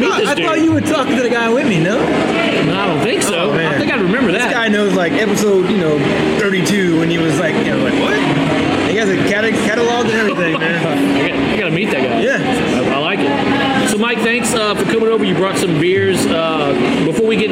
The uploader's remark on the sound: at the Gulf Coast Beer & Bacon Festival in Gulfport, Mississippi.